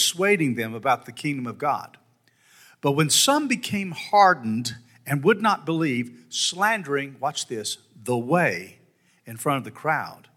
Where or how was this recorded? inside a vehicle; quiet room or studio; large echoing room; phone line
large echoing room